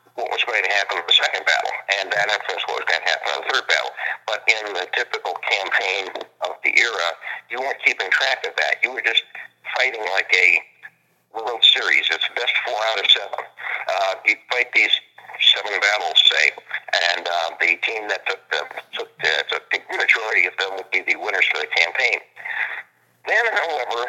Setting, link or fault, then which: link, phone line